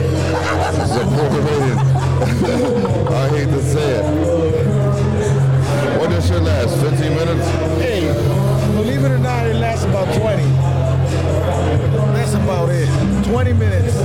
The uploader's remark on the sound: listen in as I set up live at our first ever Guest appearance at the Zalloween Event